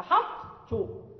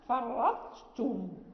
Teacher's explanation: ننطق بالإطباق، بإطباق الطاء واستعلائها ثم التاء مشددة بعدها